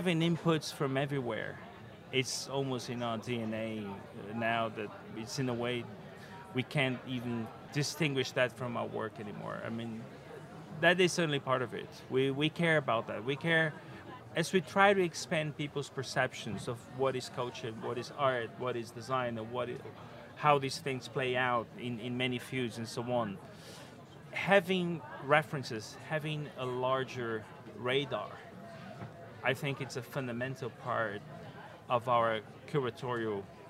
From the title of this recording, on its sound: Live from Salone del Mobile